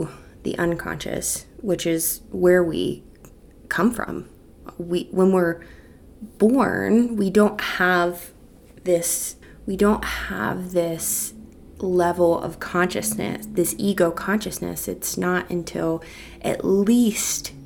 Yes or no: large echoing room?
no